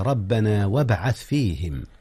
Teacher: قلقلة في باء وابعث فيهم. جميل، وهي من أحرف القلقلة الخمسة، يجمعها قطب جد.